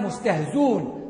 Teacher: فحذف الهمزة ورفع الزاي